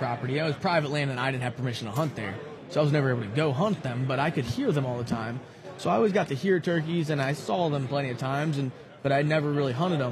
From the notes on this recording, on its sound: at the Great American Outdoor Show